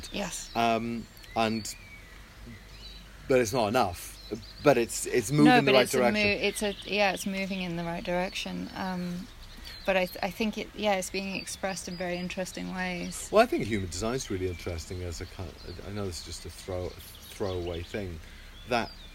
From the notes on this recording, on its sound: Please excuse the sound quality, we hope to improve but we hope you enjoy the birds!